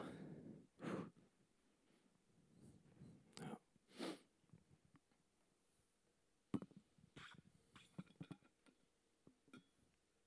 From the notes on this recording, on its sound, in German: Sonntagsgottesdienst. ICF-Nürnberg.